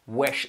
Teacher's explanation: si haces el sh bien fuerte, ya va a hacer que te salga una E en vez de una I